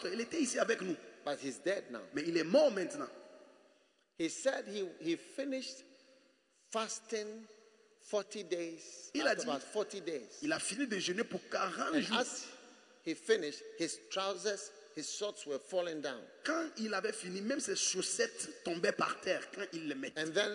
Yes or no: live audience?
yes